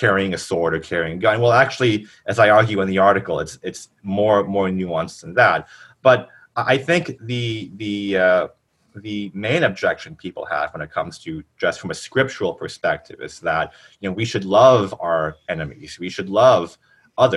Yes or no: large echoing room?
no